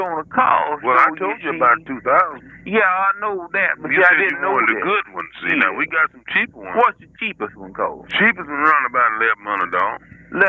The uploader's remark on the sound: RBCP's Personal Prank Phone Calls Collection